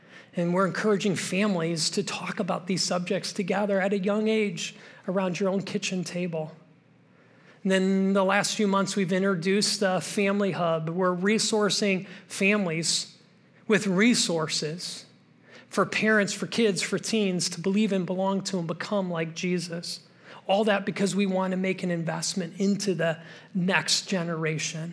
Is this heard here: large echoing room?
yes